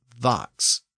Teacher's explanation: It was common in Middle English for certain unvoiced consonants to be voiced in the far south of England. So F's were pronounced as V's, and S's were pronounced as Z's.